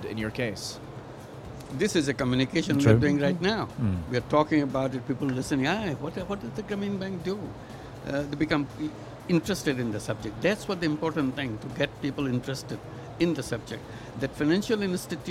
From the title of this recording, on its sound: Live from IGCF 2022